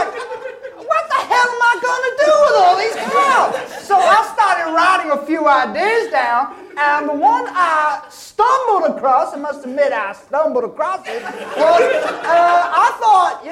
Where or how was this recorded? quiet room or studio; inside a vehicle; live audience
live audience